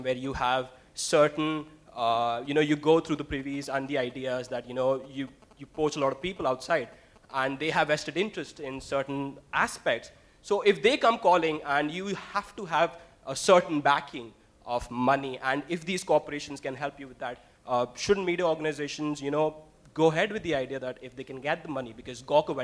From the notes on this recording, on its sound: At the second edition of Media Rumble